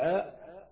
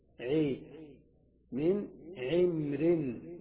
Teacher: أو كان منفصلين أي الراء والفتحة، أو سواء كان أو سواء كان منفصلين بساكن غير الياء، نحو من عمر من عمر الراء مكسورة وقبلها ساكن وقبل الساكن مفتوح، إذن فصل بين المفتوح بين الفتحة وبين الراء بساكن، فلك في العين المفتوحة لك في فتحة العين أن تميلها فتقول بدل عاء عي من عمر وصلا ووقفا · Shown in: second take · بخلاف نحو أعوذ بالله من الغير ومن قبح السير، فالفتحة هنا لا تمال مع أن بعدها راء مكسورة.